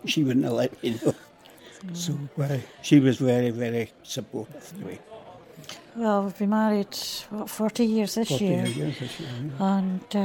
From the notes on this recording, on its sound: listened in to a panel of experts at a ‘Growing Old with Pain: Innovation, Creativity and Development’ conference in Edinburgh